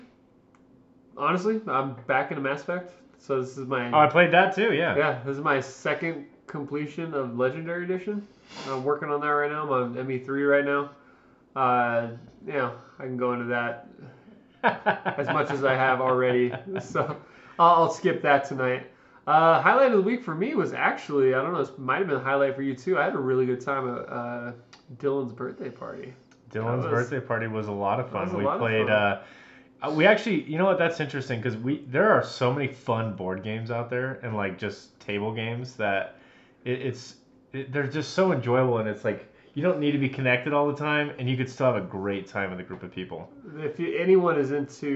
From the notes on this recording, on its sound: Full disclosure, we had audio equipment issues this time around. We apologize about the muffled mics.